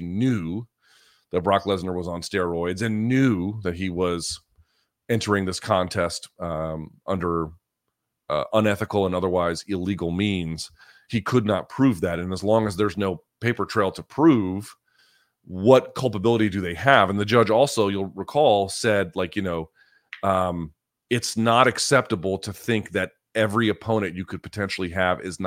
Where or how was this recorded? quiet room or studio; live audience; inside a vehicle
quiet room or studio